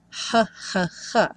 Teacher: Essa palavra whole, embora tenha um W aí no começo, você só escuta o som do H, que em inglês é esse som h, h, h.